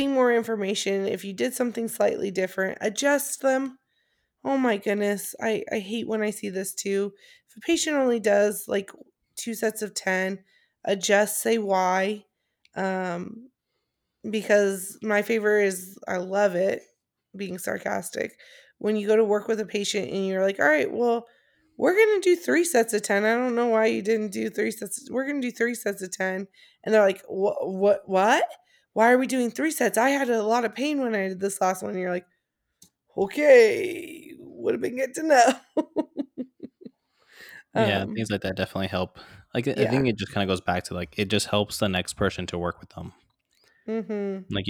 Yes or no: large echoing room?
no